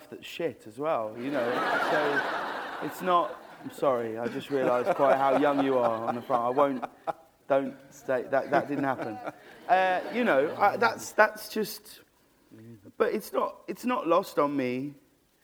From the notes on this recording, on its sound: This is a recording of a live Platform event from June 2011.